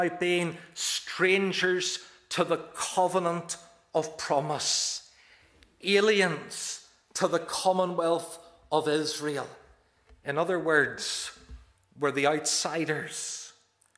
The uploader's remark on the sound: This is the recording of the Bible reading and sermon from our evening service on Sunday 21st May 2023.